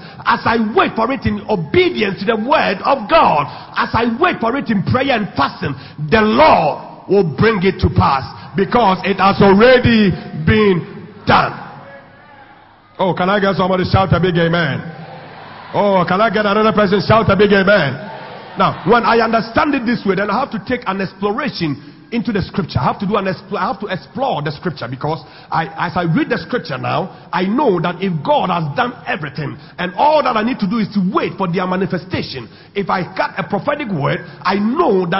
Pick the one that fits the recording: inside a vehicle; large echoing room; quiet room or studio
large echoing room